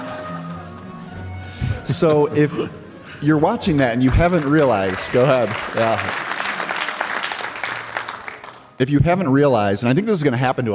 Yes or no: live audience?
yes